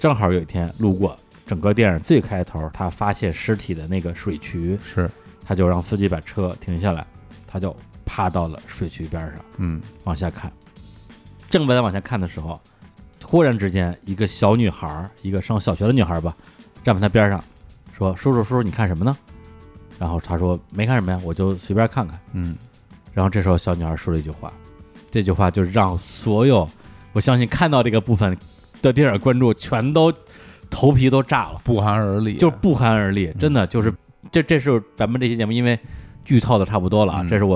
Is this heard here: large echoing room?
no